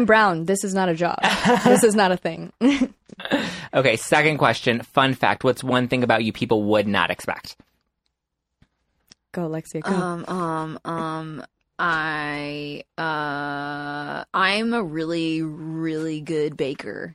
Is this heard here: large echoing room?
no